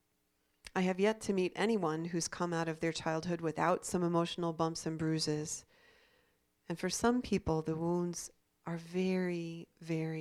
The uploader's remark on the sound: This is a recording of the talk given on January 17, 2016 at the Hopedale Unitarian Universalist Community in Oxford, Ohio